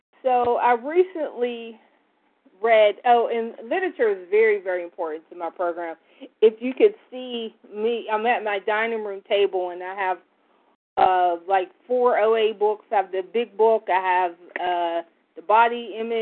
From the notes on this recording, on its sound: from the 100 Pounders Phone Meeting